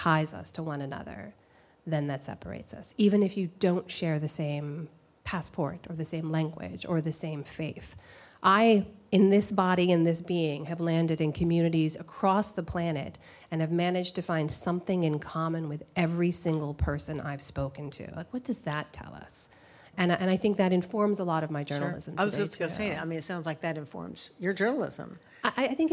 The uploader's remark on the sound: before a live audience